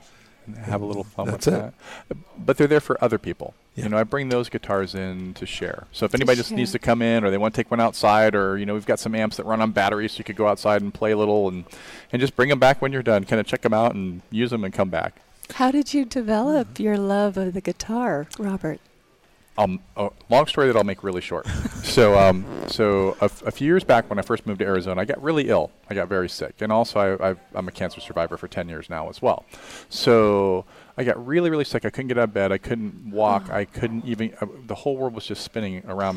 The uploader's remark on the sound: Join VoiceAmerica Live as we Broadcast from the Spring Digital Hollywood event with special guest and hosts on site in LA.